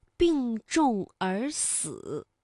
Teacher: 有重是翘舌音，死是平舌音